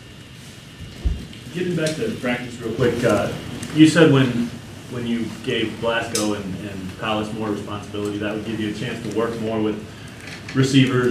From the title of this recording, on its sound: Press Conferences & Post-Game Interviews